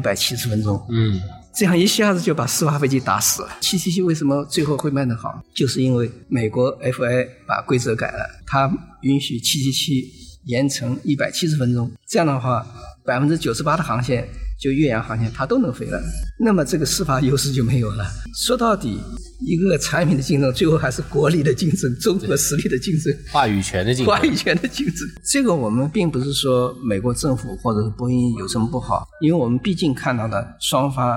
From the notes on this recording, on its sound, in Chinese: 节目录制于2019年2月于咖啡馆包间录制，有些环境音被采集，请谅解